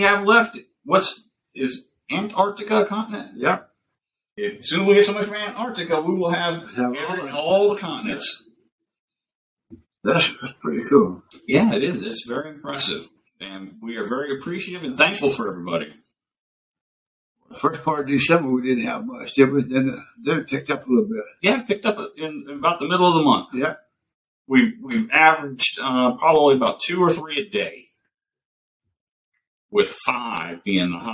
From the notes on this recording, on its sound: We apologize for our continued technical difficulties.